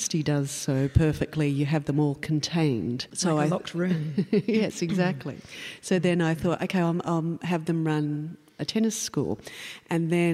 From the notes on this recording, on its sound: Recorded at the Castlemaine Town Hall. Presented in partnership with Castlemaine State Festival – A Dialogues Special Event.